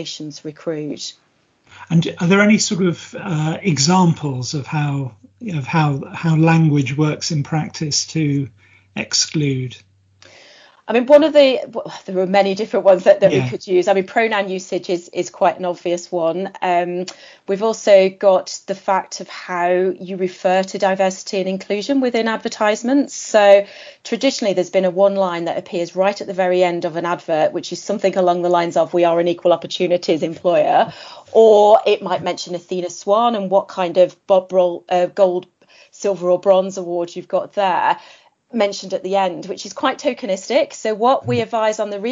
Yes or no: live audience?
no